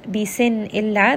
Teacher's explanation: Bisin illa, this is idhar, there is a noon sakin followed by the letter hamza, which is a throat letter, so this is a clear noon sound. Illa, 2-count mad.